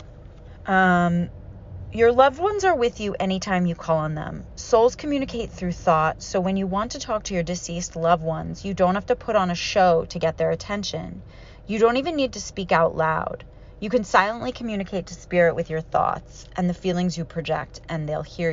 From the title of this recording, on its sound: grieving alone in my car